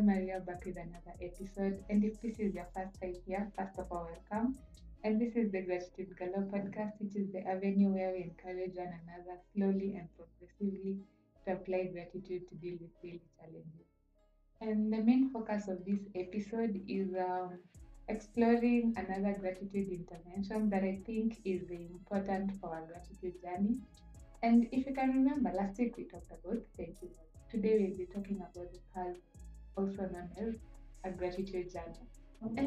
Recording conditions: poor sound quality